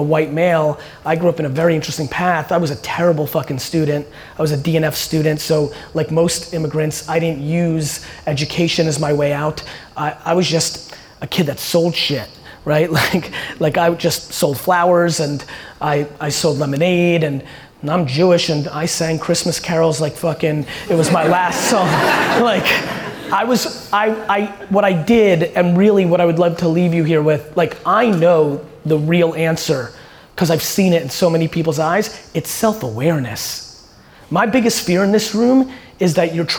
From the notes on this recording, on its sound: this keynote I did in San Francisco at Draper University